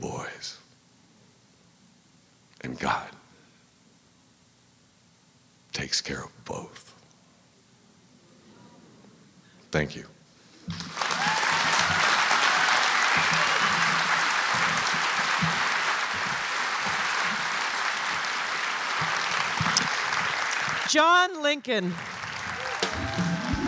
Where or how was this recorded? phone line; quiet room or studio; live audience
live audience